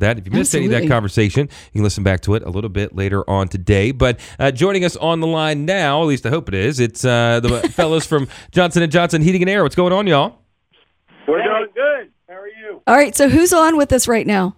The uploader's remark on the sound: Are joined on the phone.